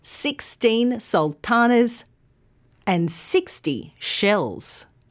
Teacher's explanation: the teen in 16 is stressed and the T in 60 isn't